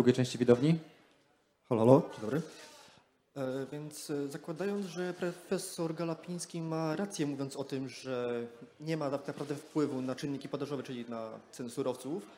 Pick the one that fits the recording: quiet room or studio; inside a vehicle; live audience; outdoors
live audience